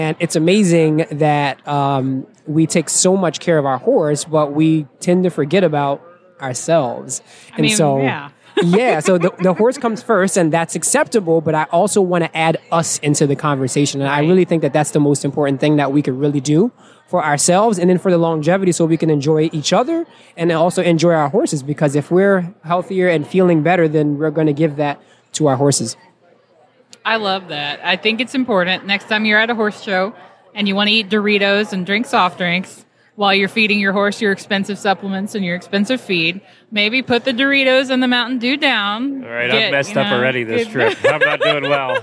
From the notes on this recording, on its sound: Live from Day 2 at Equine Affaire, Ohio.